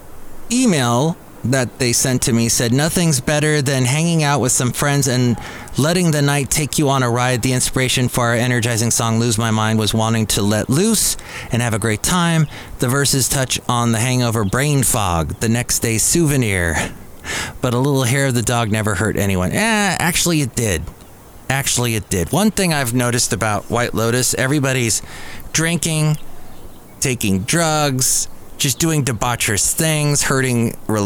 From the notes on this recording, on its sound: podcasts live from Cafe Anyway